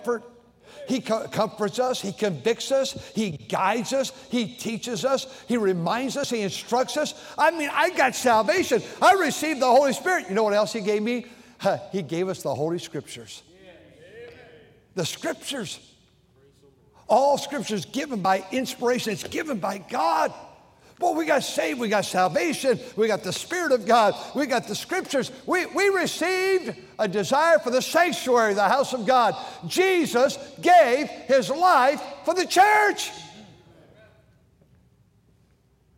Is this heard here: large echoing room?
yes